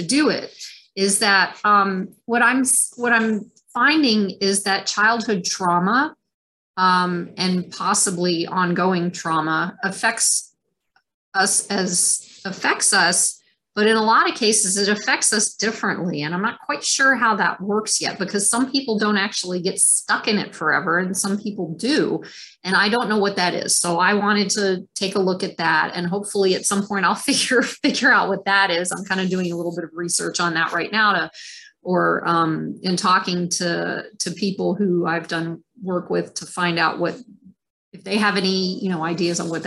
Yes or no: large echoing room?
no